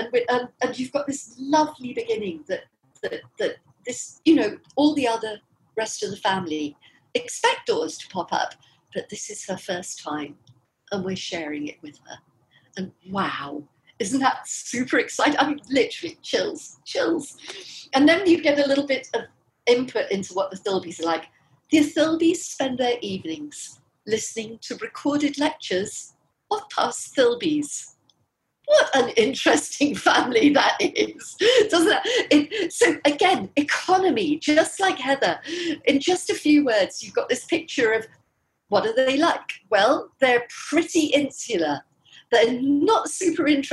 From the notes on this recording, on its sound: This was our very first Zoom event, our first live podcast recording with guests in the room with us. We were thrilled to welcome more than 100 of you.